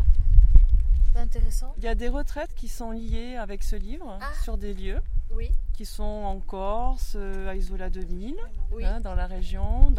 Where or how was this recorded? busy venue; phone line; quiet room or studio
busy venue